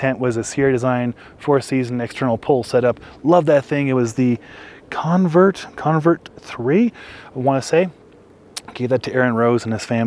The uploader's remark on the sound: Its another live episode shot at Jones Pass and uploaded via Starlink.